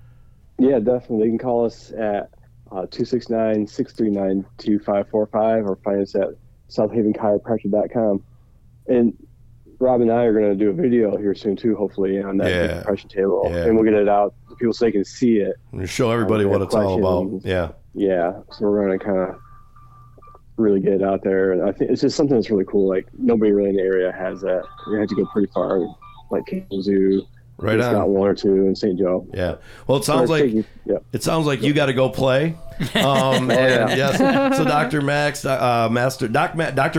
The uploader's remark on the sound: Joins by phone.